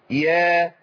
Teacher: والياء تمد لمقدار حركتين